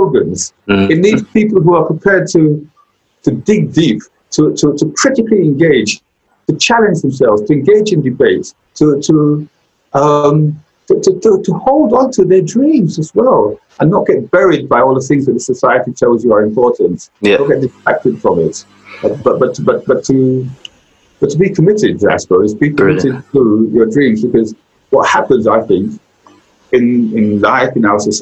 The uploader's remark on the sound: Covid-19 social distancing measures meant we had to have this conversation over Zoom.